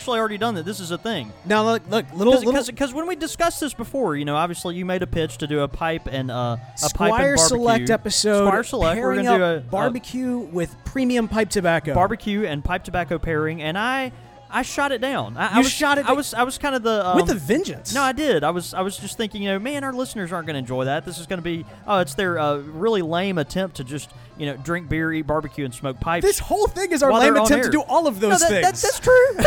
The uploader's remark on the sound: This episode was broadcast live from The Cigar Factory in the New Orleans French Quarter!